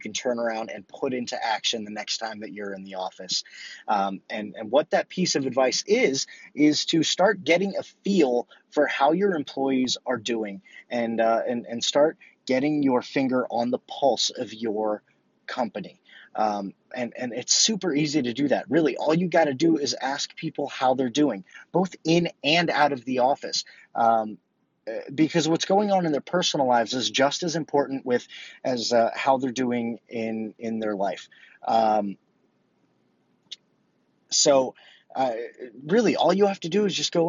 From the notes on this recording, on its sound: I recorded this in my car, so please excuse the quality of the recording.